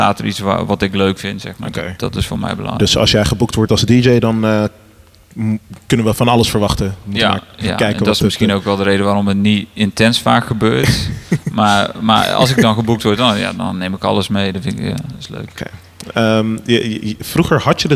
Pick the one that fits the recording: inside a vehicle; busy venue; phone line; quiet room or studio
busy venue